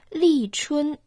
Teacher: Второй иероглиф «Чун» произносится в первом тоне.